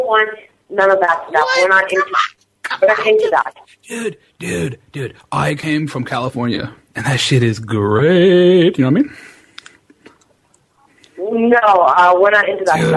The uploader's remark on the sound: Prank Phone Calls